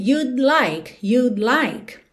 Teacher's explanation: eu encosto a língua no céu da boca para fazer o D, you'd, mas eu já tô com a língua no céu da boca para o L · é muito comum que você praticamente não ouça esse D do would contraído, só que você já sabe que ele tá ali, ok?